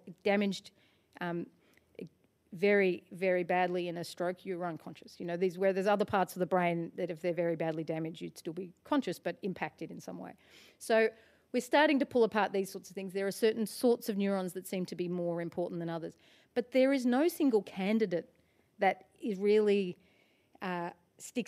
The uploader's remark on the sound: Live at the Wheeler Centre. This event was part of Present Sense, a Wheeler Centre original series.